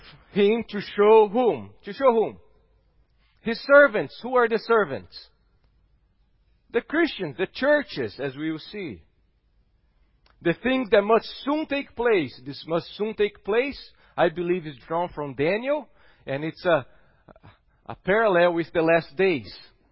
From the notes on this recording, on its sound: at Gracious Cross Reformed Church Salem on Sunday, April 4th, 2021.